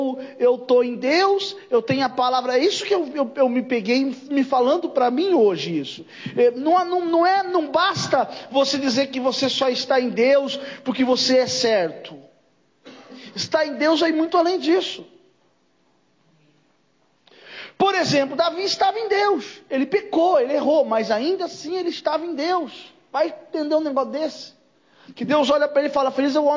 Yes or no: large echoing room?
yes